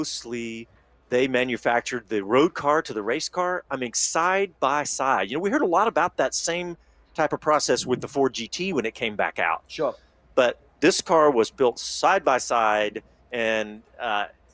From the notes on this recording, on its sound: Live post-race coverage from Circuit of The Americas as World Endurance Championship racing comes to a close.